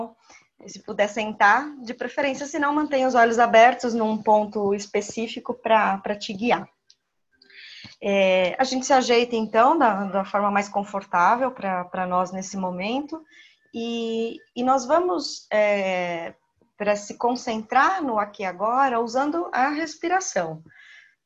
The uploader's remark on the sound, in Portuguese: Trecho extraído da meditação no grupo online dia 2 de abril de 2020 (via plataforma Zoom)